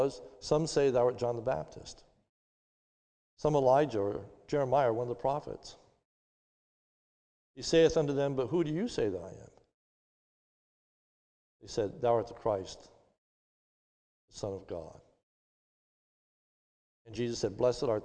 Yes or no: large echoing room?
yes